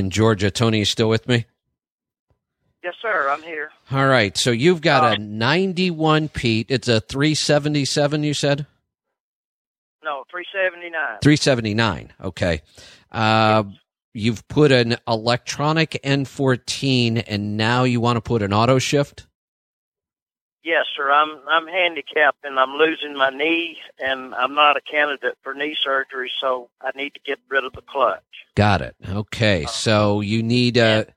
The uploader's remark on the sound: We'll be taking your calls and answering your questions